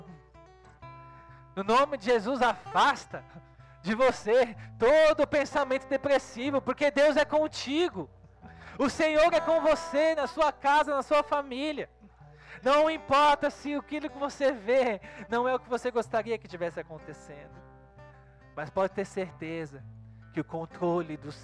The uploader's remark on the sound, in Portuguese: Culto Ao Vivo